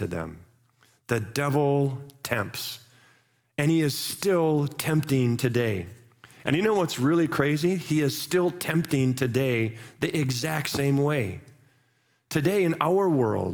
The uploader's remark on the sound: Live from our Celebration Ministry Center